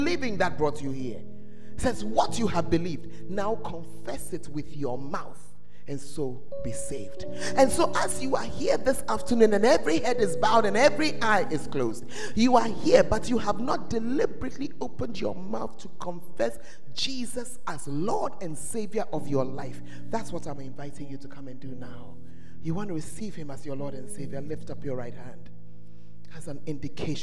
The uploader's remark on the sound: Preached at the First Love Center, Ayeduase